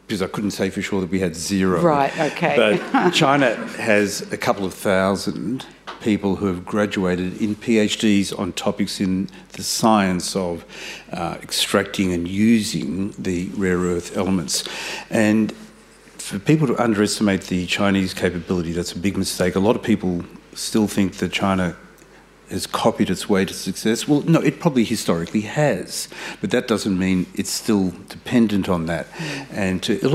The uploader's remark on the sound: This event was recorded on Tuesday 30 May 2023 at the Wheeler Centre.